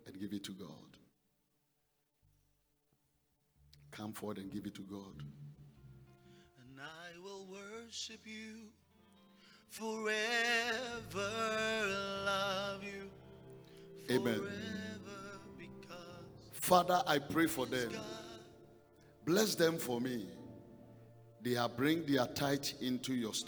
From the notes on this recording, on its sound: Preached in the first service on Sunday 6th February 2022